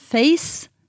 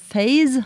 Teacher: Face, stavet med C, der det ustemt, mens phase, altså en fase, der har du en stemt S, og det et minimalt par på engelsk.